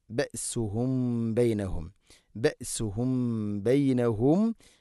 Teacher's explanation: സാക്കിനായ മീമിന് ശേഷം ബ ഇഖ്ഫ ഷഫവി, അവ്യക്തമാക്കി അവിടെ മണിക്കണം. ബഅസുഹും ബൈനഹും, ബഅസുഹും ബൈനഹും, ബൈനഹും ഷദീദ്, ഷദീദ്.